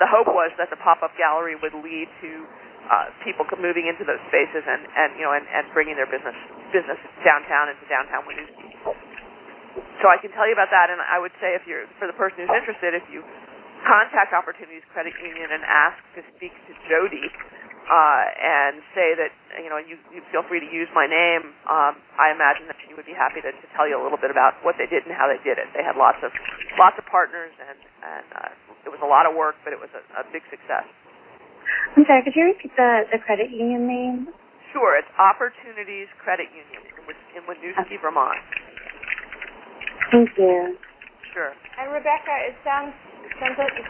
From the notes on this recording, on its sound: Call recorded on September 22, 2011.